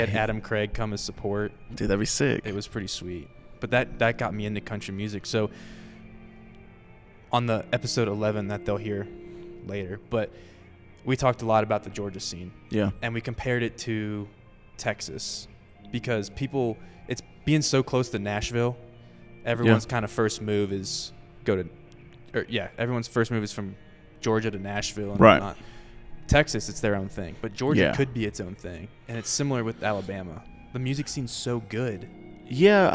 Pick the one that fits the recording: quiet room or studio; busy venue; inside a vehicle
busy venue